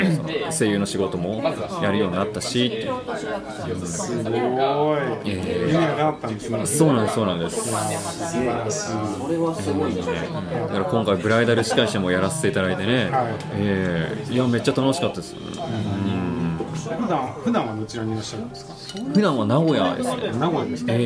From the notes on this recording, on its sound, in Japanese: 店内の音声が入っておりお聴き苦しくなっています。申し訳ありません。